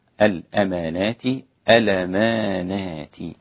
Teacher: نقل حركة الهمزة إلى الساكن قبلها، حركة الهمزة فتحة والساكن قبلها اللام الساكنة